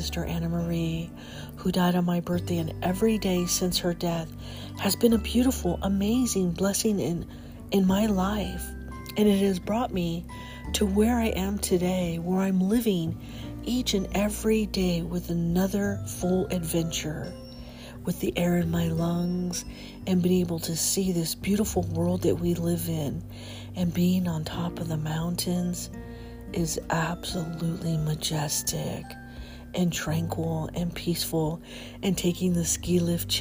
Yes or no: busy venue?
no